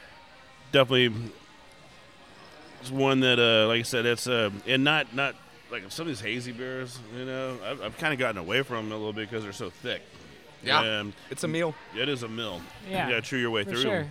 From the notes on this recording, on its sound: This week we stop by Urban South HTX